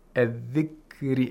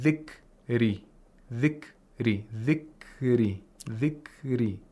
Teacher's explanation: Again, we have ikhtilas of ra, where we have to quickly pronounce the ra. · Shown in: first take · We shouldn't say min ba'di dhikri, dhikri, dhikri, dhikri.